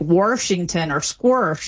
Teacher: And so it's kind of inserted there as if there were an R, because it's sort of misanalyzed as having one. But the Warsh in Washington seems to be a more of a mid-Atlantic trait that spread with sort of the mid-Atlantic dialect into the Midwest